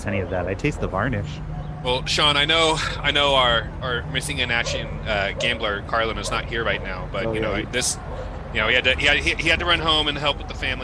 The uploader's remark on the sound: take a trip to "Gambler's Reserve", where they are live from downtown Oakland